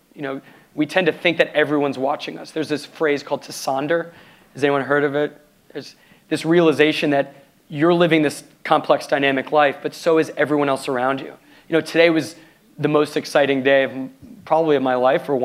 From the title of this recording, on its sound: Live at the Palo Alto JCC